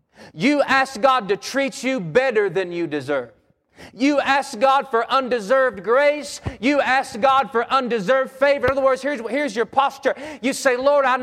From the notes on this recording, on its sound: Wednesday PM Service